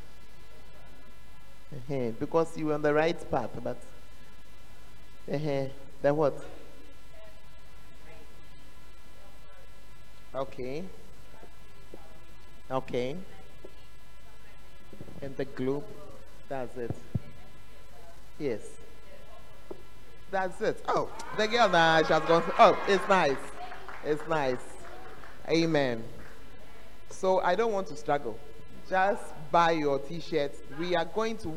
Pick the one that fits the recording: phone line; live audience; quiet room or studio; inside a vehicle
live audience